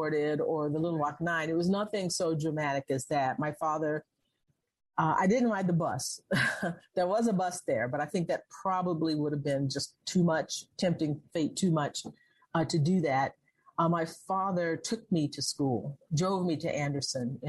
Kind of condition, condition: link, video call